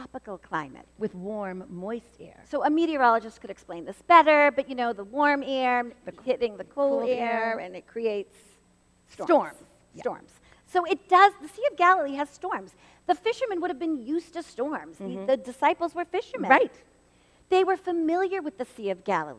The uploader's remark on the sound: This podcast episode was recorded live at First Baptist Church in Reading, Massachusetts.